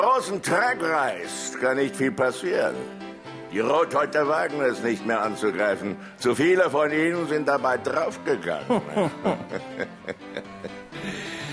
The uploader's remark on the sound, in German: Ein Live-Hörspiel, aufgenommen in der Alten-Kantine, Kulturbrauerei Berlin.